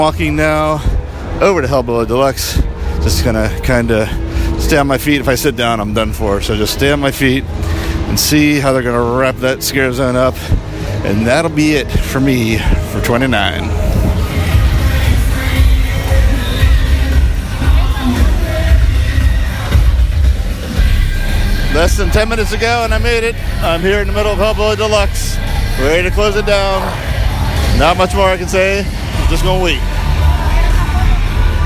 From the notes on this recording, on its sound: Records his final night at HHN29.